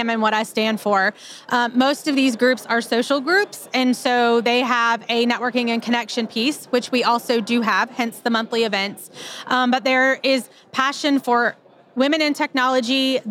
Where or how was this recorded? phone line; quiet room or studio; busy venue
busy venue